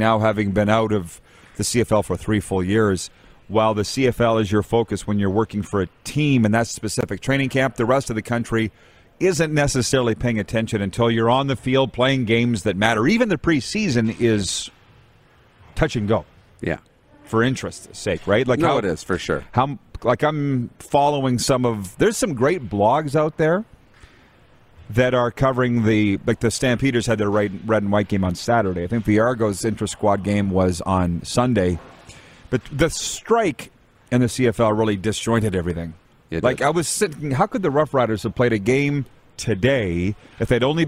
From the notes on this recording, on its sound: Live from the Centennial Cup in Estevan, SK! We are LIVE from the city of Estevan, Saskatchewan for the 2022 Centennial Cup Junior Hockey Championship for the CJHL.